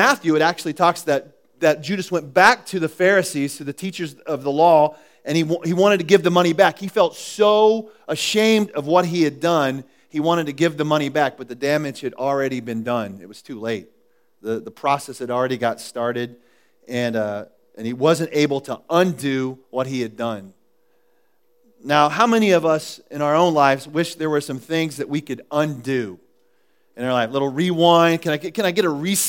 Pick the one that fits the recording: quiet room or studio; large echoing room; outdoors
large echoing room